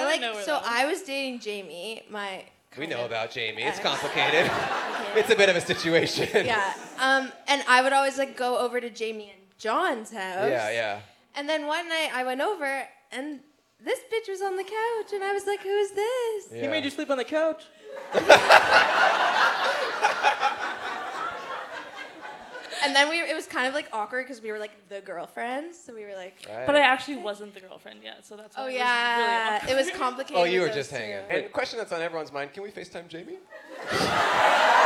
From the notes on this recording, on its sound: Toronto LIVE. In Toronto, Canada.